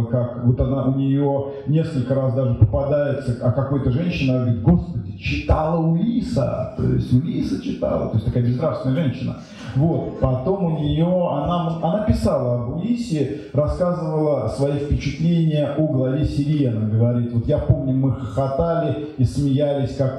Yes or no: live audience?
yes